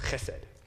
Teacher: And the accent is on the first syllable